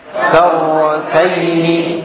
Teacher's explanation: getaran ringan pada ujung lidah ketika mengucapkan huruf ra disebabkan makhraj yang sempit · Term: takrir